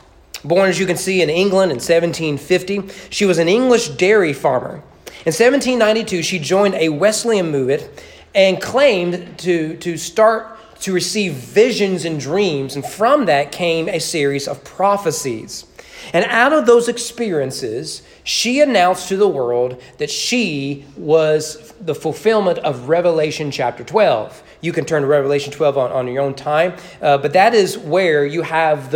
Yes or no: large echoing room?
yes